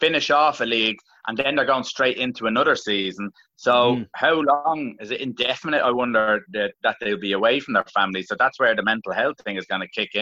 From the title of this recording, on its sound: Zoom Show